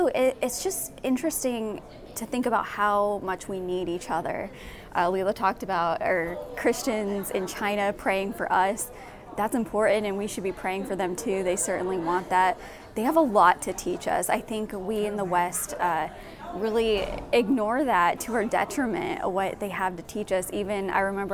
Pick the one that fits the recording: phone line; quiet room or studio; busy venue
busy venue